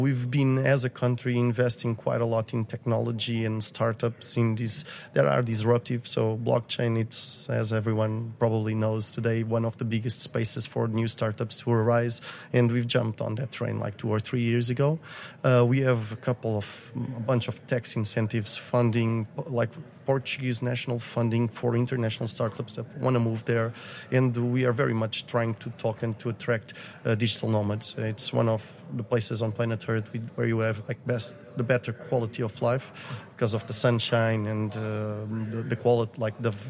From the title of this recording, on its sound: Live from Texas Bitcoin Conference